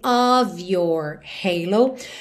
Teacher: ele nunca tem som de OF, ele sempre tem som de OV